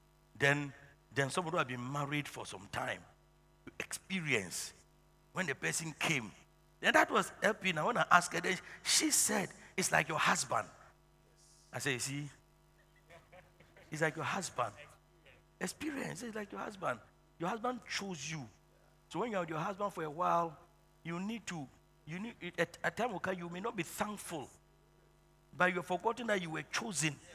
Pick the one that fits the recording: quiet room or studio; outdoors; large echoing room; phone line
large echoing room